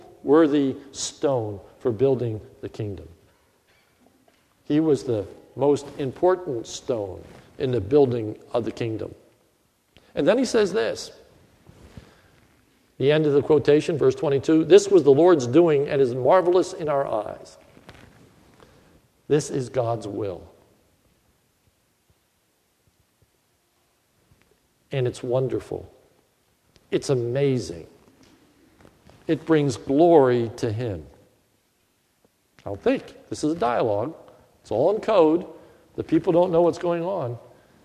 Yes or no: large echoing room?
yes